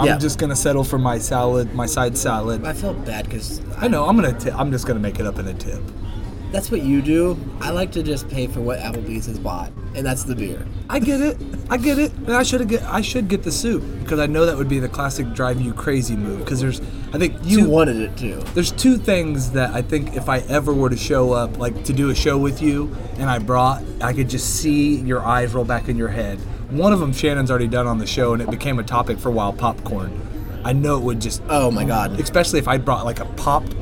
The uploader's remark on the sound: Live from Applebees